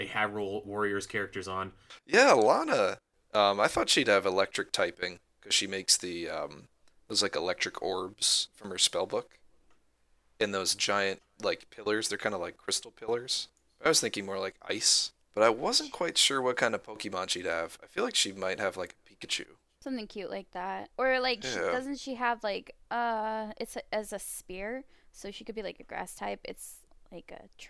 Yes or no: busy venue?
no